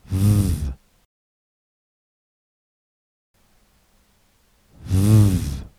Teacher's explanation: the air flows continuously between our lower lip and our upper teeth. Because the air flows continuously, V is a continuant consonant.